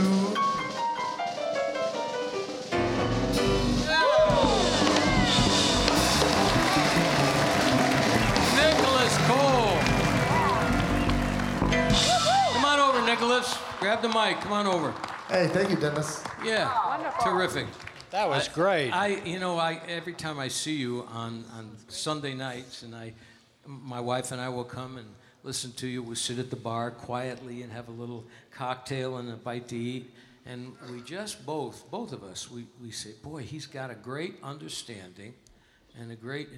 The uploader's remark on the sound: Live at the South Point Casino